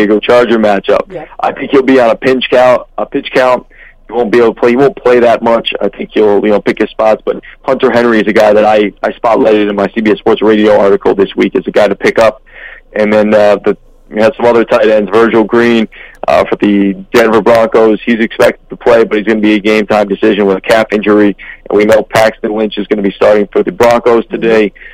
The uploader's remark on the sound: Phone call